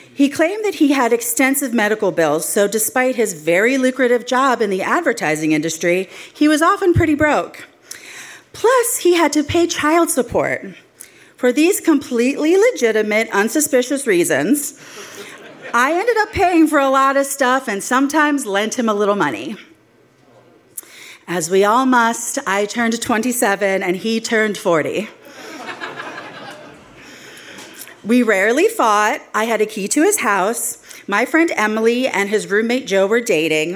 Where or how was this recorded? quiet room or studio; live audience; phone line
live audience